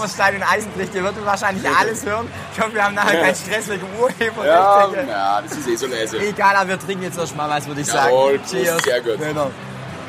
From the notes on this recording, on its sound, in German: Live vom Canstatter Wasen.